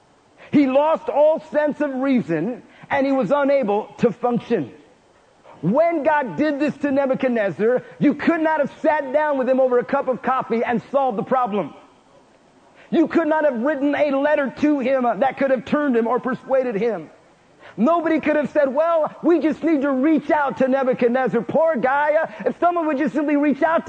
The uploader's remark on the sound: Preached in Prescott Winter Conf.